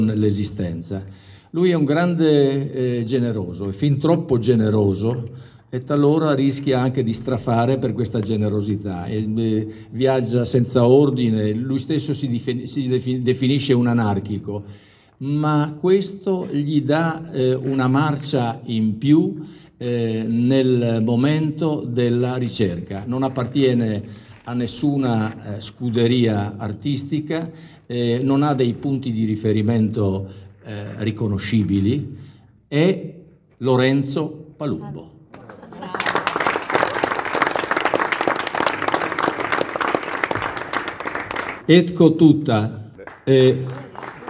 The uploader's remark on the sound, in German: Diese italienische Ausgabe der Sendung Arte Alpe Adria – momenti di cultura bringt einen Mitschnitt der Eröffnung der Kunst-Ausstellung Mittel-Art 2020 – simbiosi di colore empatico – mostra d’arte contemporanea internazionale .